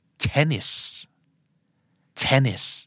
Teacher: เจ้าของภาษาเน้นพยางค์ที่หนึ่ง